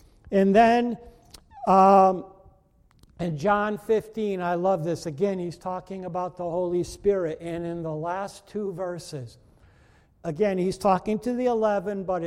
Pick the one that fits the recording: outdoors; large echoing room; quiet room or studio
large echoing room